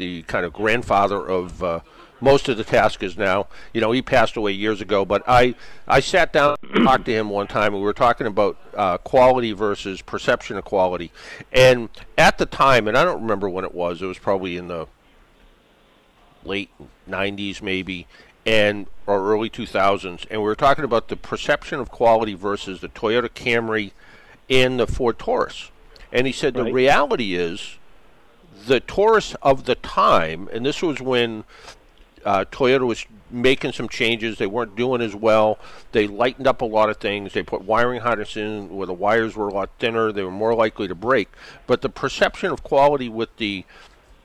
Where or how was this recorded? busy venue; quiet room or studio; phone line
busy venue